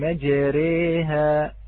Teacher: الحركة الممالة أخوتي الأحبة كما بينا قبل قليل، مجريها، نلاحظ أن الفتحة التي على الراء حركة ليست بأصلية، دائرة بين الفتح والكسر